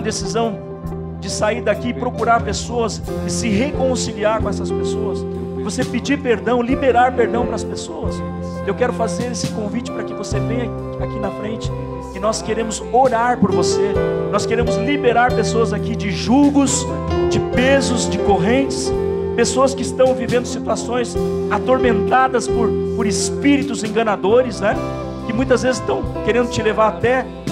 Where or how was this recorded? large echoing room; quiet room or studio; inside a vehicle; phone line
large echoing room